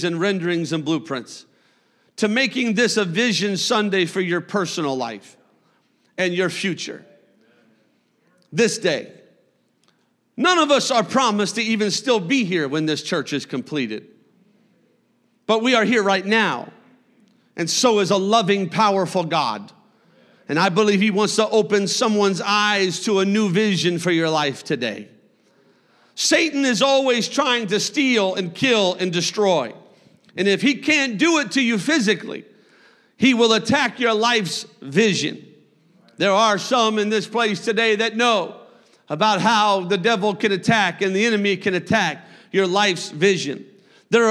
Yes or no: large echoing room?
yes